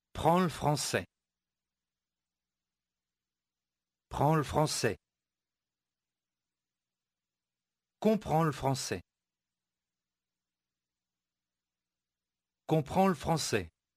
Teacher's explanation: چگونه صدای ل به کلمه قبل از خود اضافه می شود